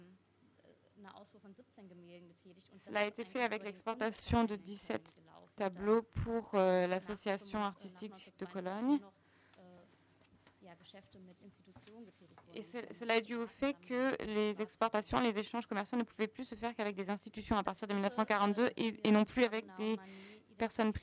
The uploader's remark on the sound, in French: Enregistrée le 3 juin 2016 dans le cadre du colloque « Patrimoines spoliés.